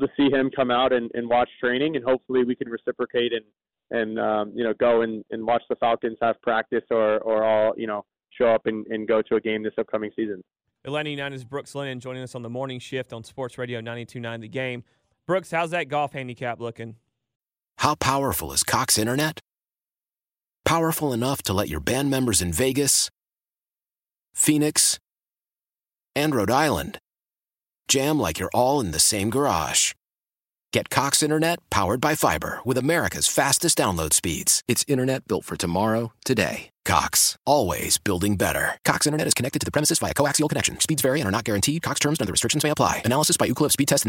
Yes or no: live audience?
no